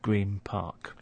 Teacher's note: So the N sound at the end of green starts to sound like a M.